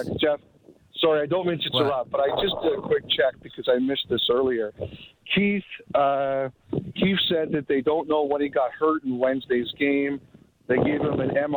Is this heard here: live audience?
no